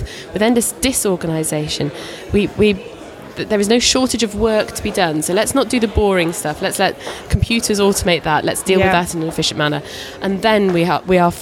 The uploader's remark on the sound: Recorded at Futurebook. Recorded at ‘Edtech for publishers’ at FutureBook '16.